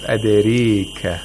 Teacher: It sounds in between, it's like a vowel which is in between a fatha and kasra. Okay. It's a lot more inclined toward kasra than taqlil. · Term: imala